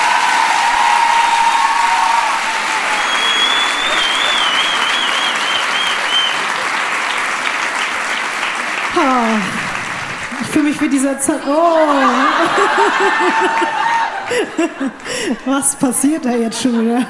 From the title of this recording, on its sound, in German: LIVE in Köln